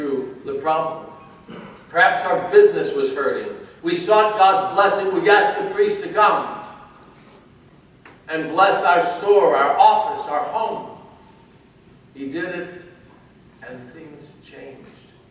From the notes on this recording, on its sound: Given at the Metropolis of Detroit Clergy-Laity Conference in Troy, Michigan.